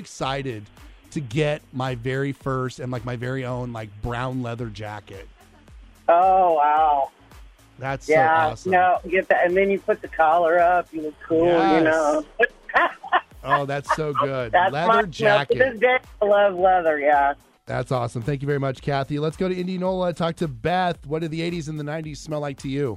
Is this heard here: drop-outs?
no